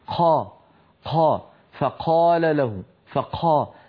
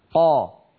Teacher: هذا الهواء الذي يلي القاف يحولها إلى حرف مهموس بالتأثر باللهجة العامية · Shown in: first take · Term: النطق العامي